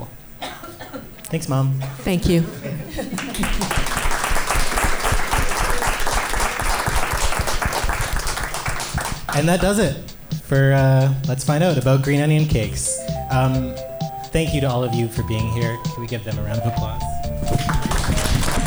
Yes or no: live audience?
yes